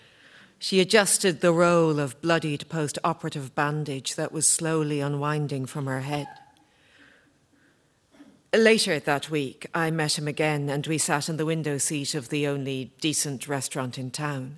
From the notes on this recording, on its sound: Live from the Pavilion Theatre in Dun Laoghaire